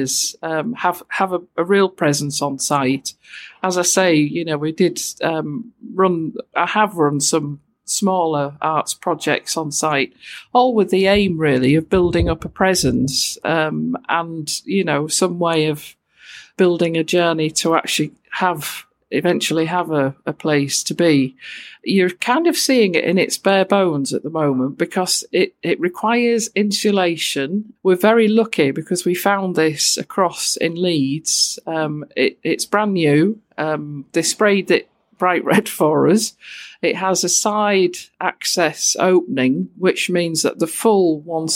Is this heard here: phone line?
no